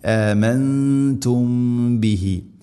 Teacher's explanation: അതുപോലെ ആമൻതും നൂനിനെ അവ്യക്തമാക്കി മണിക്കണം, ഇഖ്ഫാം ബിഗുന്ന. ആമൻതും ബിഹി സാക്കിന മീമിന് ശേഷം ബ, ഇഖ്ഫ ശഫവി, അവിടെ മണിച്ചുകൊണ്ട് ഉച്ചരിക്കണം, അവ്യക്തമാക്കി.